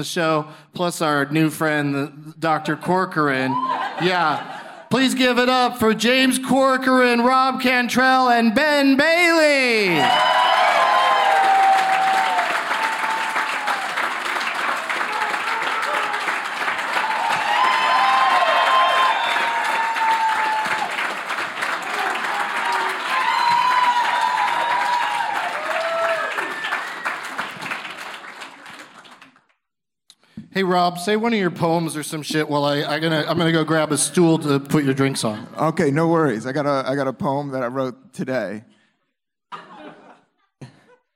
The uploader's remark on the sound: Live from the Improv in Tempe